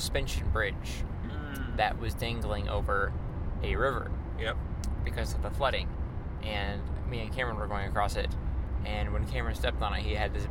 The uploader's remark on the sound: oops we recorded in the wind